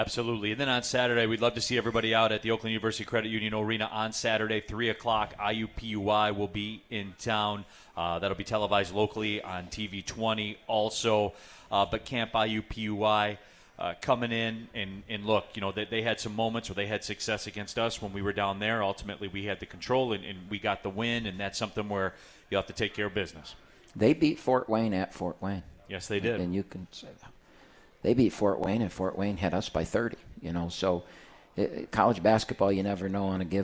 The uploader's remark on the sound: live from RJs Pub in Rochester Hills